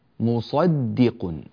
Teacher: الدال هنا لابد من ترقيقها جيدا